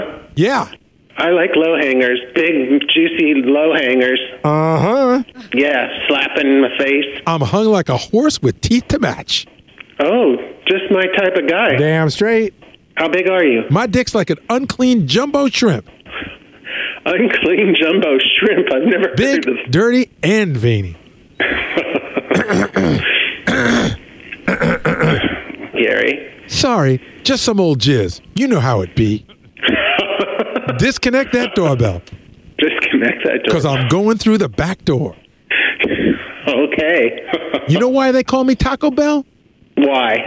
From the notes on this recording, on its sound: Phony Phone Call.